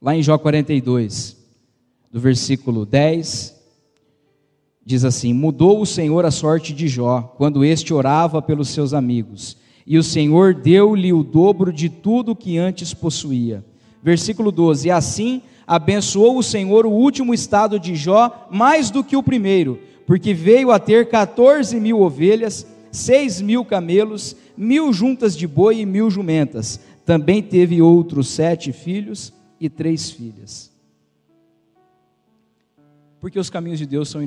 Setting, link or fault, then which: setting, large echoing room